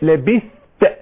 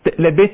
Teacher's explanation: الأصل الإظهار إظهار الذال الثاء مع التاء